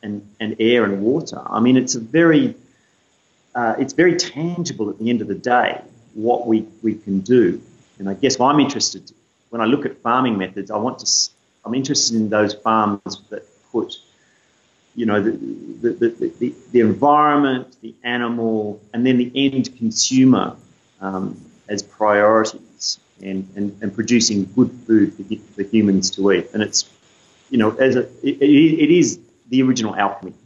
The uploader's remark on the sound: Skype interview